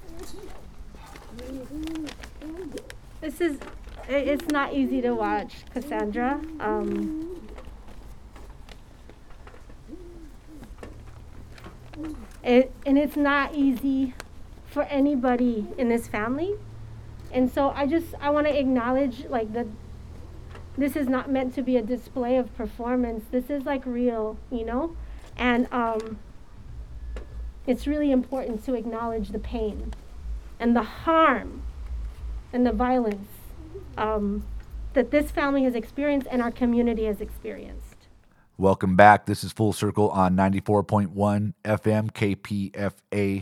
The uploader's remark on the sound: sounds from a rally held on the steps of the Antioch Police Department